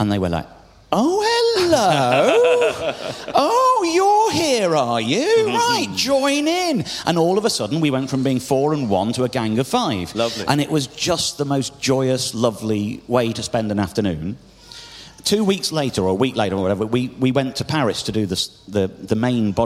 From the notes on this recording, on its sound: Recorded LIVE in-front of 1,200 people at Kite Festival in Oxfordshire!